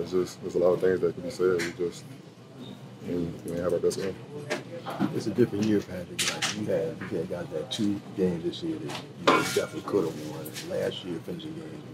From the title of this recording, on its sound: Postgame Press Conference